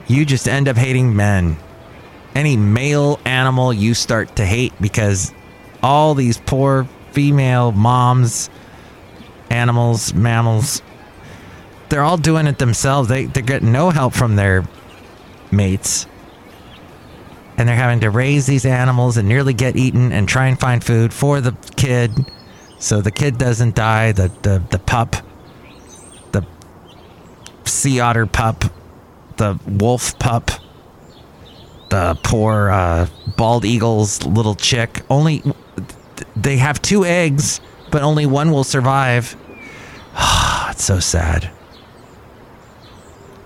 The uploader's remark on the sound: podcasts live from Cafe Anyway